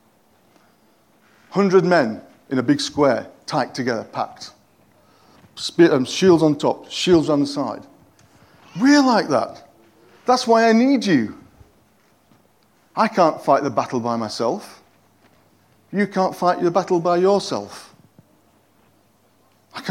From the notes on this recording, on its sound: At King's Church, Cockermouth, as an audio file.